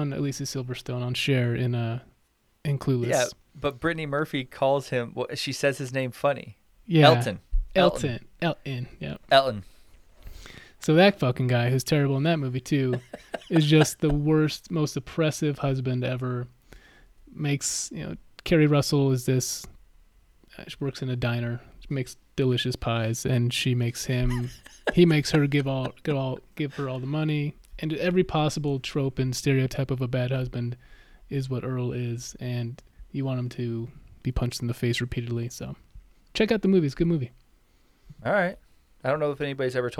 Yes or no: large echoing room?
no